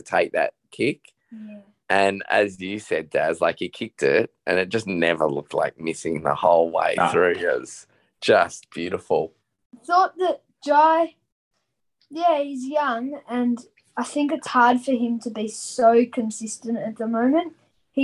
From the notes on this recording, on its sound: In the minutes following Hawthorn’s unexpected win against top four fancies Port Adelaide. Jumped on Zoom for a very raw post-win player ratings. Was dialling in from his Adelaide hotel room.